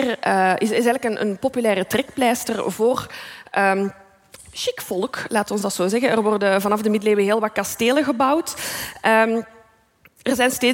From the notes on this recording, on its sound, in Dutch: Live vanop het DS Podcastfestival in Oostende.